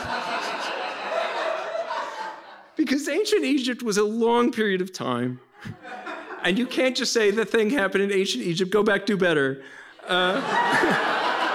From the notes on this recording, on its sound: shared their stories at our annual Proton Prom fundraiser this week